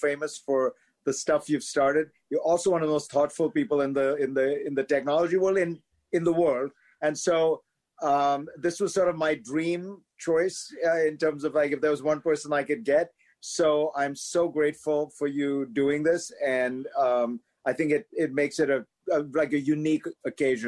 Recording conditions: video call